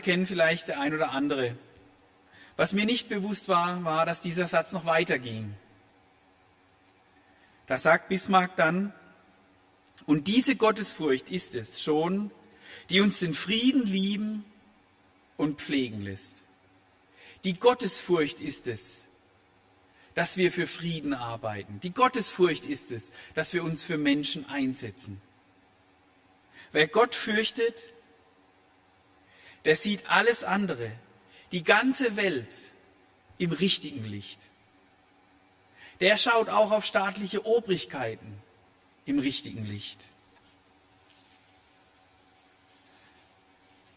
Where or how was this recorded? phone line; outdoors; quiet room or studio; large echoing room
large echoing room